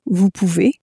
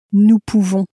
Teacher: So at the end of you can, you have an A sound. At the end of we can, you have an en sound.